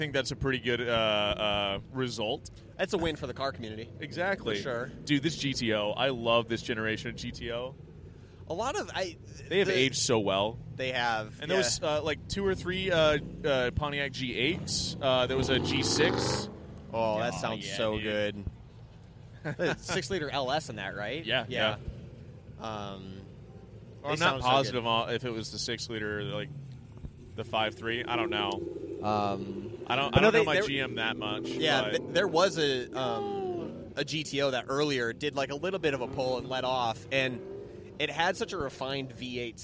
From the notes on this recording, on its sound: Finally, the cars and coffee podcast has recorded its first episode at a cars and coffee event, and it was amazing! We both try our hand at live commentary while watching cars depart the event. Share some random interactions with people passing by.